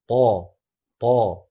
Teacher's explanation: طبعا القاف كما هو معلوم أن القاف من أقصى اللسان مع ما يحاذيه من الحنك اللحمي، وأن الطاء من طرف اللسان مع ما يحاذيه من غار الحنك الأعلى